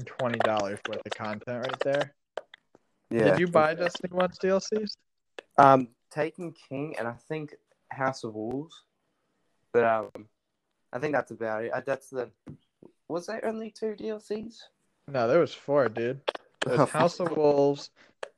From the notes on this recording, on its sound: Please keep in mind that this call was done over way too many miles to count and does at times become hard to understand. Had a blast recording this even with the problems.